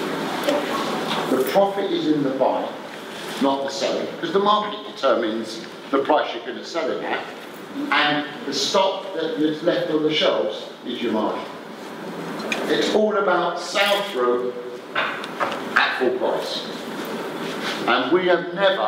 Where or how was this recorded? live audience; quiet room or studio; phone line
live audience